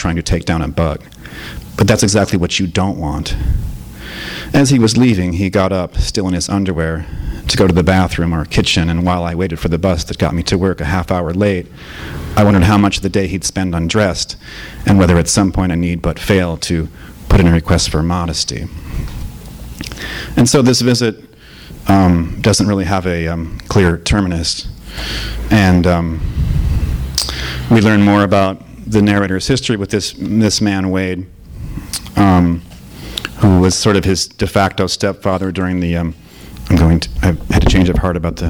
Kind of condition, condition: setting, live audience